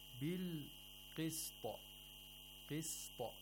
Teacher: The qalqala of the ta was pronounced correctly. And the seen was not pronounced with qalqala.